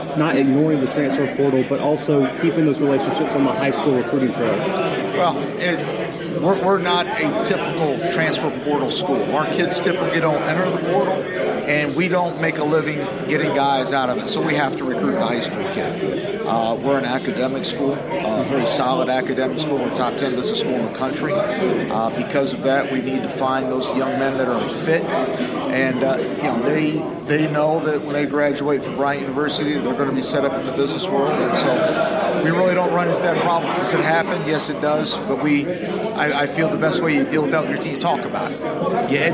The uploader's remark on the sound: The Bluebloods are live from Big South Media Day in Charlotte, NC.